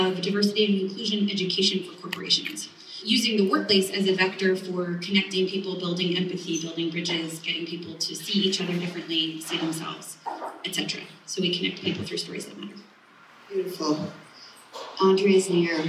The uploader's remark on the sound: For a live audience gathered inside the historic Acme Seed & Feed building. Live event recording courtesy Studio 208, Nashville.